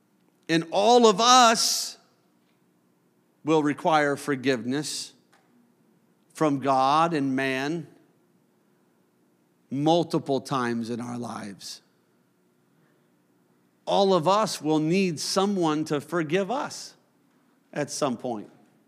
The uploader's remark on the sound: a service recording from Connect Point UPC